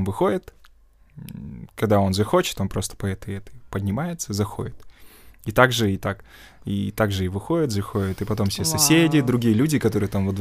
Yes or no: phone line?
no